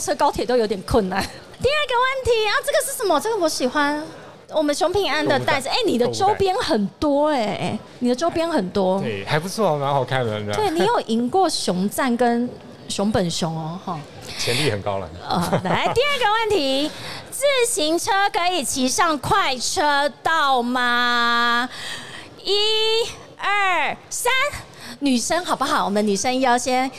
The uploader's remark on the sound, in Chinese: 2022 Taipei Cycle台北國際自行車展-Live Podcast